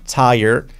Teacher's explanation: con acento en la primera sílaba, tired, y poniendo una D al final, tired.